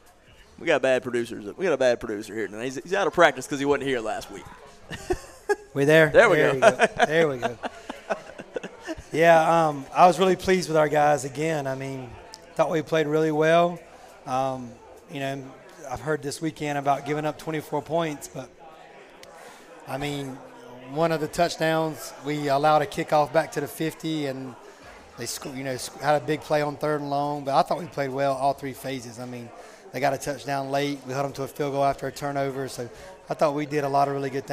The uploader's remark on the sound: Live from Natty Greene's in Greensboro every Monday night 730pm in season.